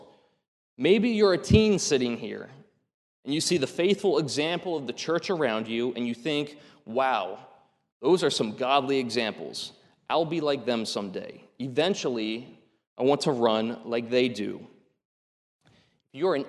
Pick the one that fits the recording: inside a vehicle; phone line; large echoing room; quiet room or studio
large echoing room